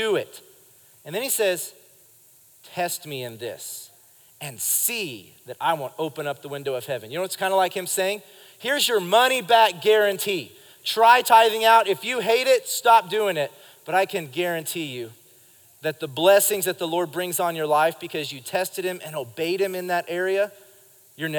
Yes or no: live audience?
yes